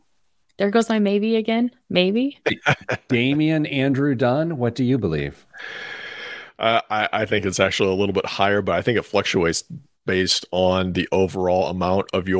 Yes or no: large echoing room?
no